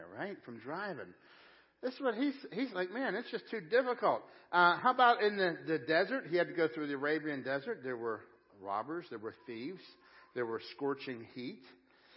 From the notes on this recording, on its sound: Crossroad Ministries Live Service